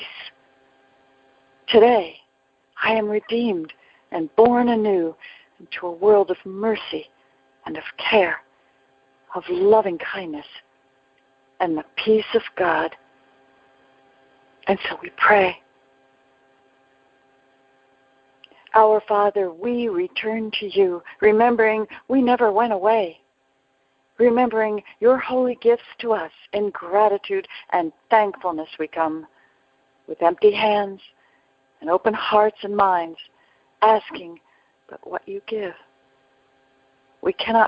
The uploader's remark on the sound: ACIM Daily TEXT Conference Call.